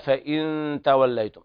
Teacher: إخفاء حقيقي لوقوع التاء بعد النون الساكنة